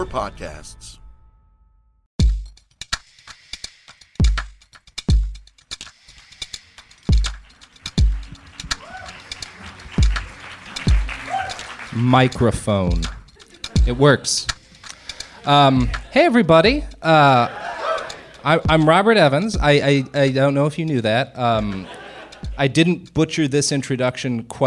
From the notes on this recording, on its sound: joined live for SF Sketchfest